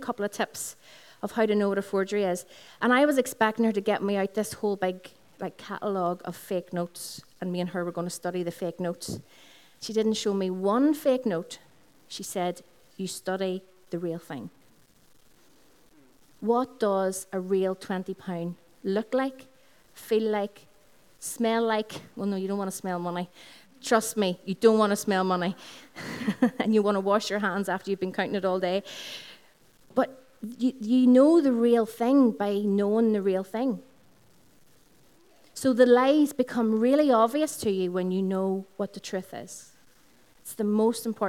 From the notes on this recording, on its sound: Recorded on 5th June 2016 at our Sunday Celebration, which is held from 11am at the Integrated College, Dungannon.